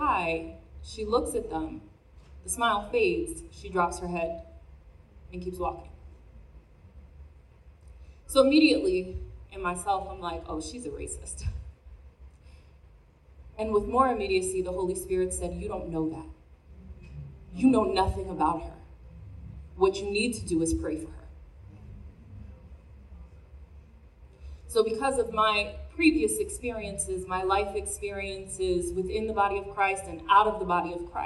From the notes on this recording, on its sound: spoke at NOW Conference during a group conversation on stage